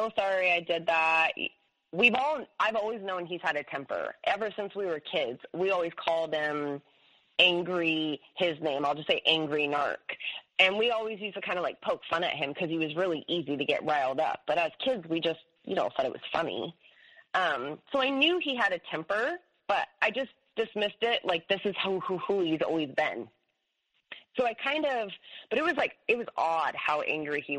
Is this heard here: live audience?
no